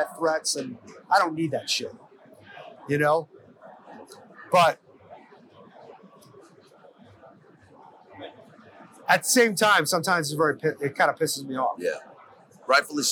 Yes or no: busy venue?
yes